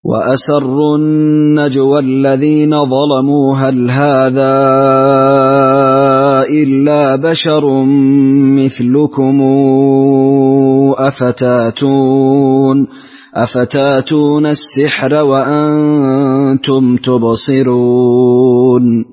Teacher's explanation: وله تغليظ اللام في ظلموا